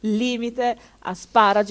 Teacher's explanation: Sdrucciole, l'accento sulla terz'ultima sillaba